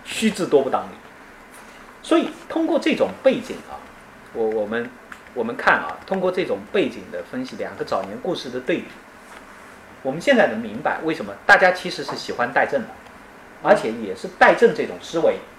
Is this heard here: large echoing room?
yes